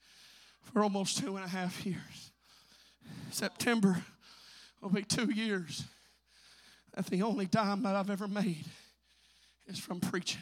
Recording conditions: large echoing room